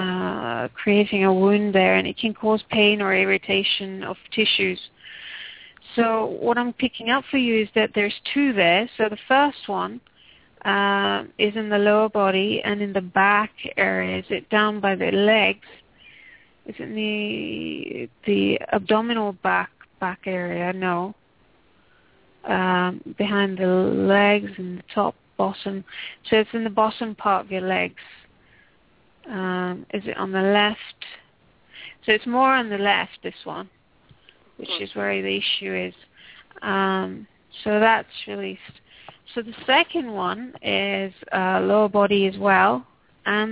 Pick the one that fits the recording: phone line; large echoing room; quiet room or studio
phone line